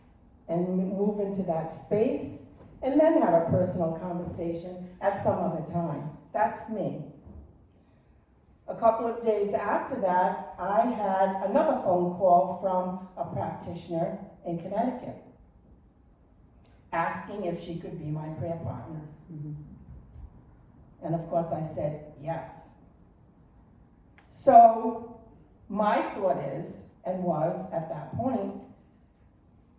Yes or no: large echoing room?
yes